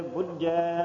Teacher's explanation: ਇਹ ਬੁੱਝੈ ਕਸ ਕੇ ਦੱਬ ਕੇ ਬੋਲਣਾ ਬੁੱਝਾ ਨਹੀਂ ਕਹਿਣਾ ਹੈ